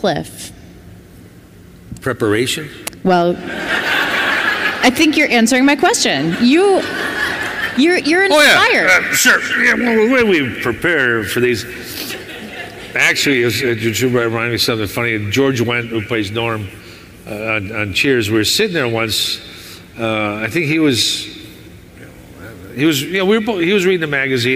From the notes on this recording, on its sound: Hear his live panel from Chicago.